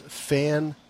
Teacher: By the way, as far as pronunciation goes, the adventure book here actually points out the correct pronunciation, and it is Fandolin. So fan is the emphasis is on fan